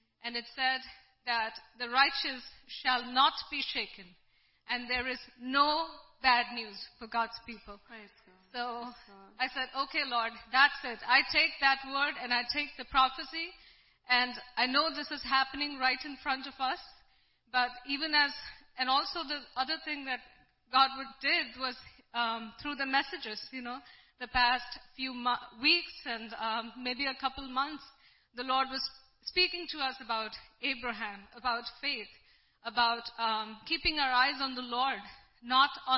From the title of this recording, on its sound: ELBIM Church Sunday LIVE Stream Audio